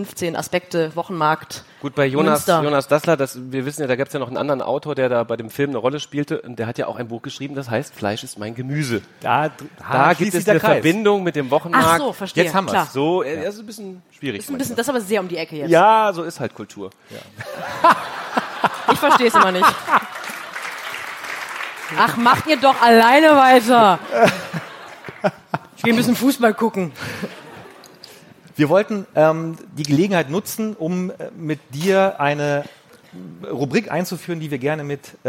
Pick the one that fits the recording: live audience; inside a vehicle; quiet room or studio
live audience